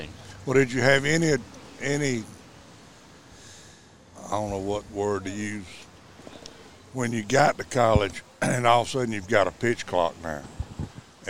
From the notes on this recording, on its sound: The guys are at the Festival of Discovery in uptown Greenwood for todays podcast.